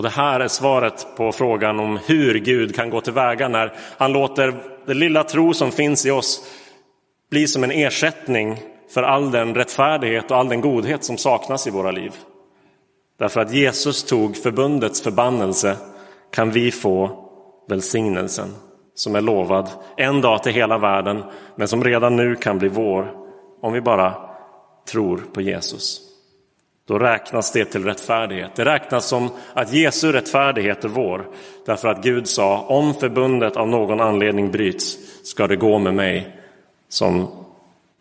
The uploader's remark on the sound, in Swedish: Inspelad i Roseniuskyrkan den 23 oktober 2022.